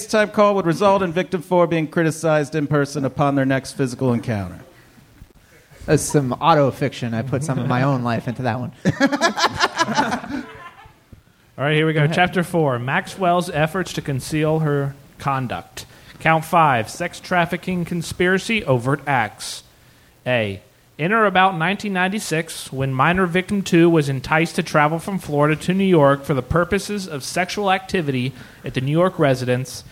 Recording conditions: live audience